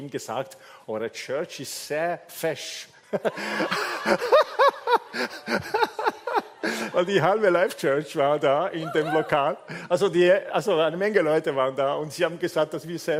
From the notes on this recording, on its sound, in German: Gottesdienst live aus der LIFE Church Wien.